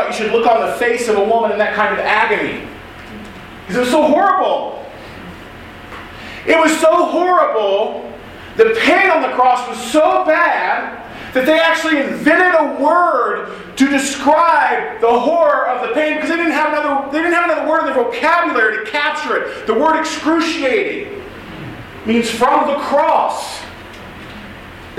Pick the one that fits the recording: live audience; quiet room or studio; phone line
live audience